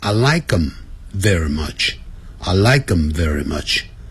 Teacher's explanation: 甚至呢 th 不念出来 · Term: lazyEnglish